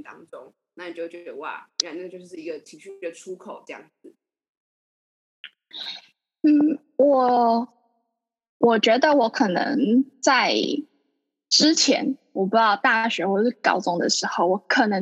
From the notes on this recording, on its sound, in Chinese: 遠距錄音下難以避免的音質問題又出現了